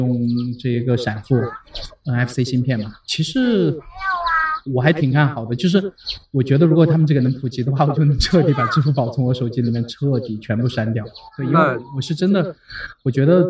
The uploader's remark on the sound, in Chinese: 这是与《比特新声》在公共绿地区域进行的一次无明确固定主题的串台聊天特别节目。虽然周围来自幼儿与麻雀的杂音和室外录制造成的音质下降也许会对收听者造成负担，但这样的环境却令对话者非常放松，口无遮拦。